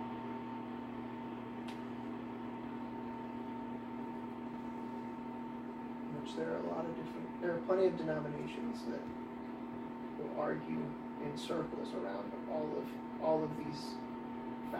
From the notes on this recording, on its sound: Please excuse the lesser quality audio on John 1 - 9.